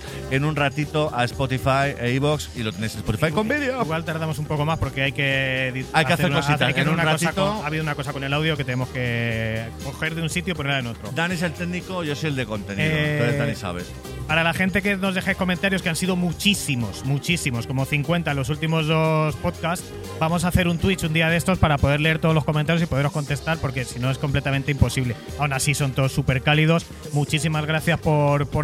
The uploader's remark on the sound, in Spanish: En directo desde GameGune2023. Grabado en directo desde GameGune en Álava.